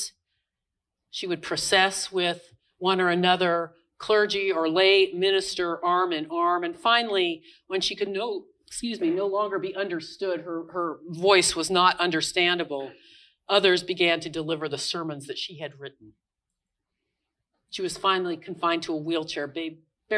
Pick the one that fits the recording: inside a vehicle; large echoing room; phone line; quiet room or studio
large echoing room